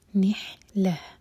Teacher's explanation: نون کے بعد جو ہے ہا حلق سے اور ان میں ہا سینے سے